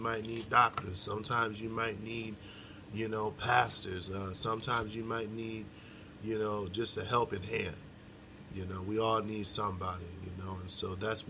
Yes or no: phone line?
no